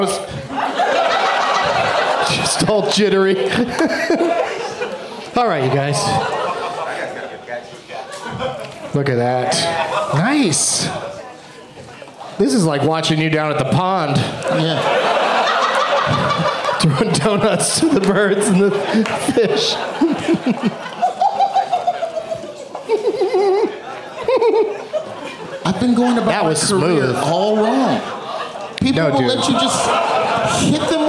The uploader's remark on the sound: Live from The Improv as part of the DVE Comedy Festival in Pittsburgh